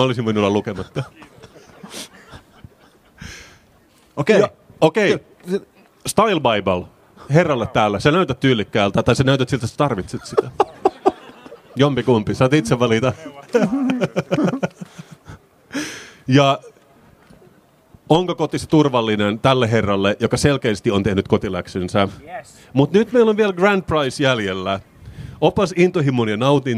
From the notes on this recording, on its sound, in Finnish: Senaatintori LIVE. Poddaavat elävän yleisön edessä Senaatintorilla.